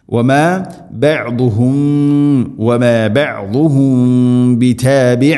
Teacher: സാക്കിനാ മീമിന് ശേഷം ബാ, ഇവിടെ ഇഖ്ഫാ ശഫവി എന്നാണ് പറയുക, അത് ചുണ്ടിലൂടെ അവ്യക്തമാക്കി മണിച്ചുകൊണ്ട് ഉച്ചരിക്കണം.